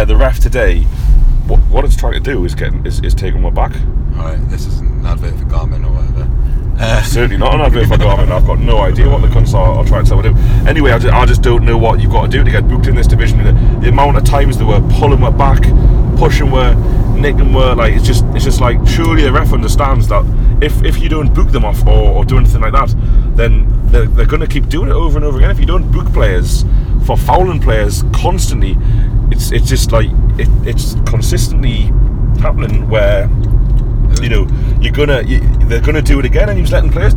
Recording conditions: inside a vehicle